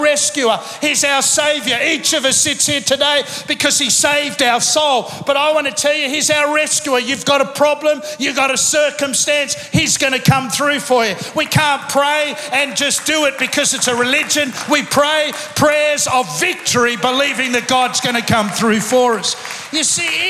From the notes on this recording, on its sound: Recorded live at Planetshakers Church (Melbourne) on Sunday 5th of November 2023.